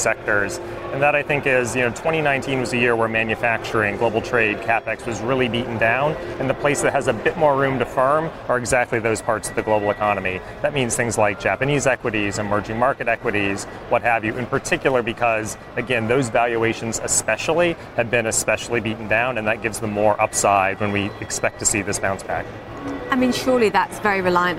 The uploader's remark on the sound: live from The New York Stock Exchange